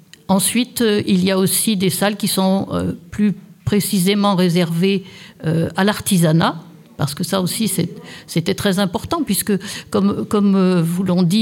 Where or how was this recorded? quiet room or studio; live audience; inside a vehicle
live audience